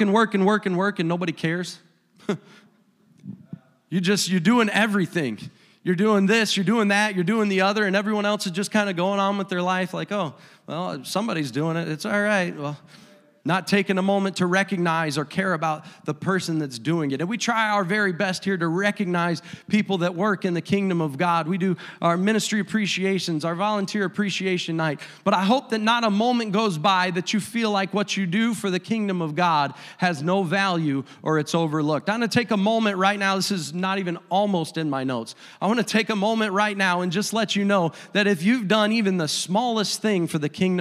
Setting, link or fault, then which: setting, large echoing room